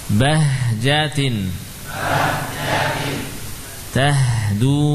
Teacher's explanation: H termasuk huruf rakhwah juga. Mustafilah tipis.